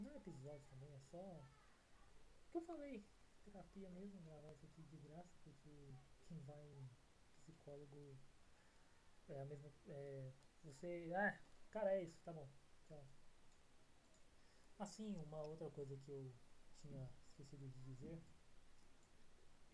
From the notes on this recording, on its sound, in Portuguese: Essa merda com áudio ruim.